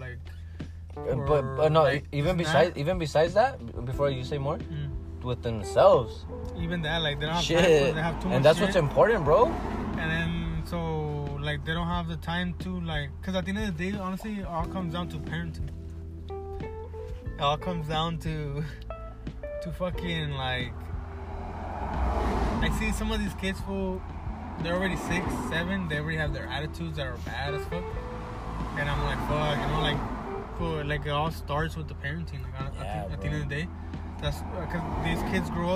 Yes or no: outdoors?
yes